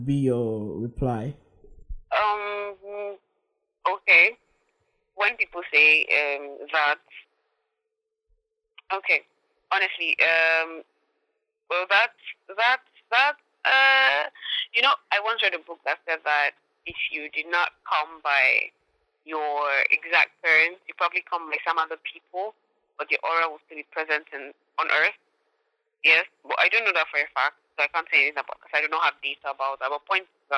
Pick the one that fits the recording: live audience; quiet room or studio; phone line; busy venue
phone line